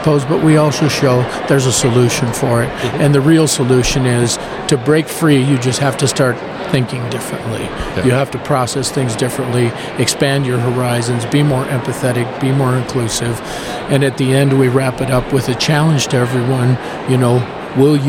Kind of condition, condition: setting, busy venue